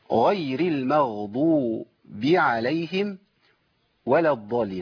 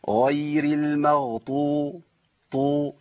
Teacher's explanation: الضاد هنا المضمومة بنسمع من اخواننا ابدلها بطاء